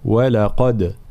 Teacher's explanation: ترقيق الواو واللام ثم تفخيم القاف